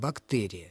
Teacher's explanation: его нужно произносить с твердым согласным «бактерия»